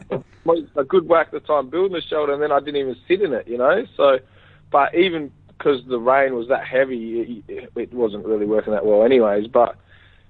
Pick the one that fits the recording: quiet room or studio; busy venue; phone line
phone line